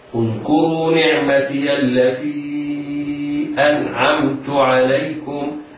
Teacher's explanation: النون في أنعمت ساكنة بعدها العين حكمها الإظهار الحلقي